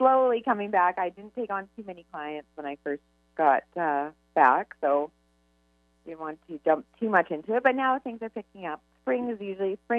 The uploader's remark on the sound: Call in show LIVE!